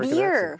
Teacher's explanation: Yeah. Like all the small cities in São Paulo, they tend to pronounce the R very, very, like a retroflex.